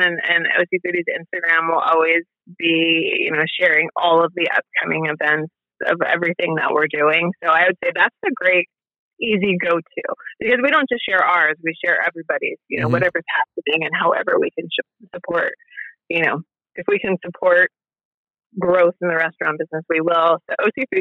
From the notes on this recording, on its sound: This is a great little episode we recorded over the phone.